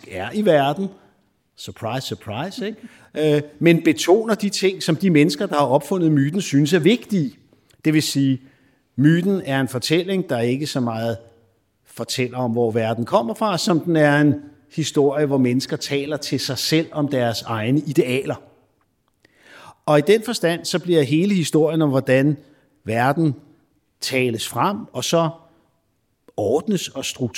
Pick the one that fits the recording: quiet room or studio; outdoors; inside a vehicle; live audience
live audience